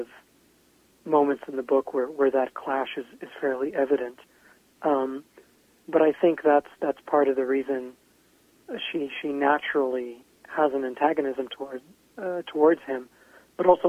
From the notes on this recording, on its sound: called in from his home in Portland, Oregon.